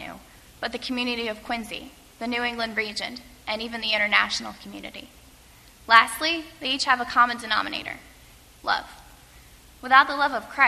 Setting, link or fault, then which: setting, large echoing room